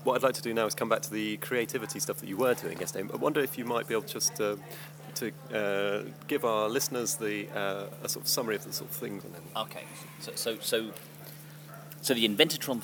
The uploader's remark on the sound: recorded at EMF camp